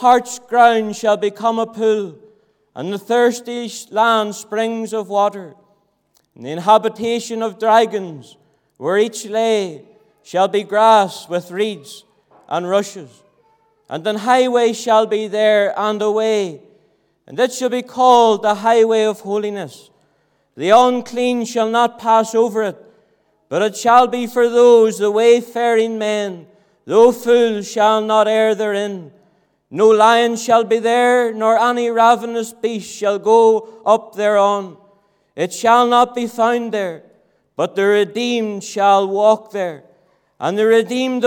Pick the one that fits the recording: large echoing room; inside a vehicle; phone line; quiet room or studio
large echoing room